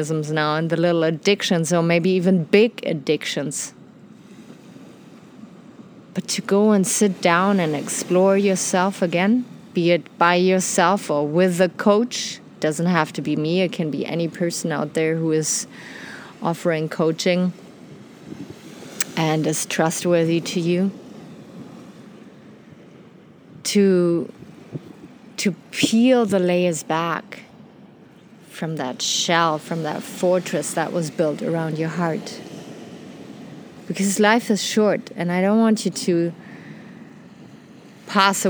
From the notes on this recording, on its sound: Today enjoy an episode recorded on a black sandy beach in Mexico.